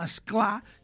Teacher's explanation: a la pràctica diem esclar i ho diem amb una vocal neutra, en català oriental